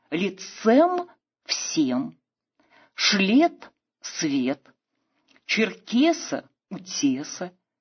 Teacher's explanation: До начала XIX века поэзия придерживалась произносительной нормы «ё» как «е».